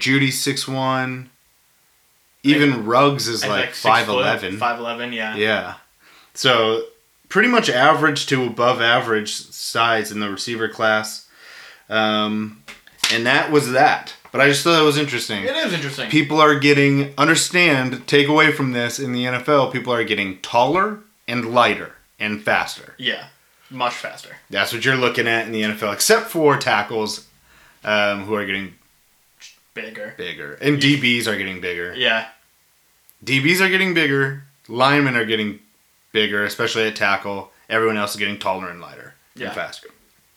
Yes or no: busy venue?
no